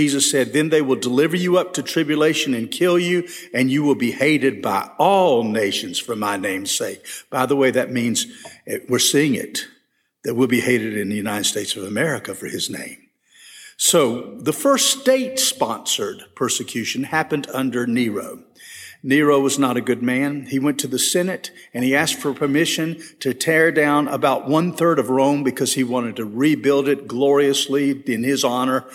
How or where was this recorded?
large echoing room